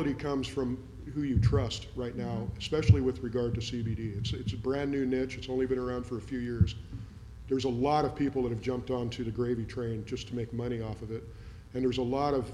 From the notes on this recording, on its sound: At Global Pet Expo 2019. BARK YOUR BIZ Live 2019.